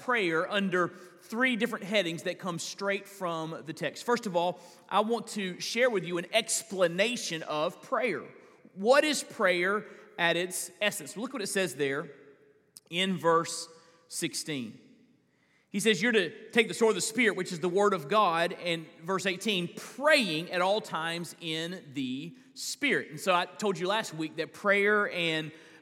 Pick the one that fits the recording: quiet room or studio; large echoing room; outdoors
large echoing room